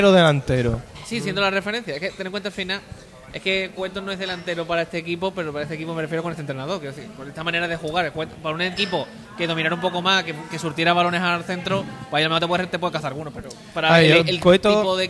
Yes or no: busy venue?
yes